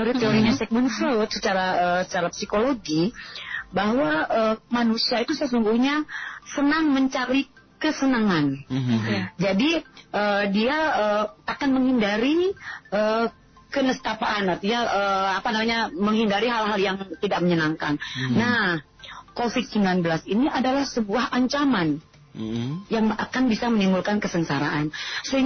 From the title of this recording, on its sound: Sahabat On the Phone